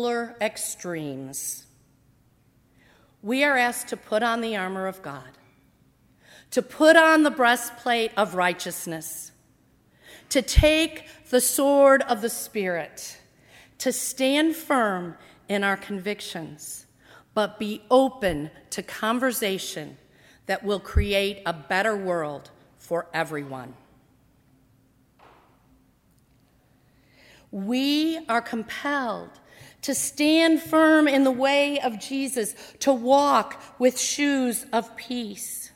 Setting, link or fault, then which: setting, large echoing room